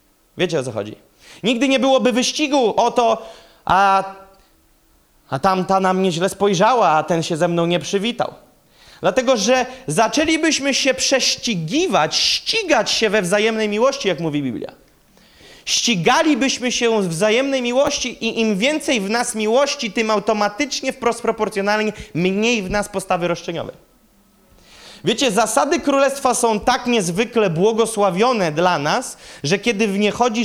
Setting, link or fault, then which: setting, live audience